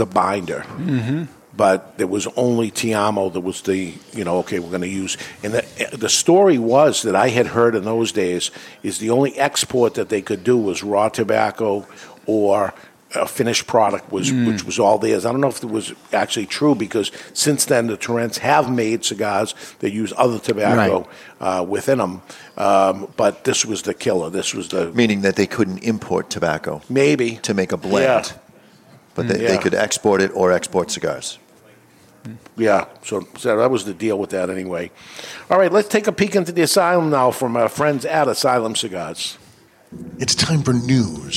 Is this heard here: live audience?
yes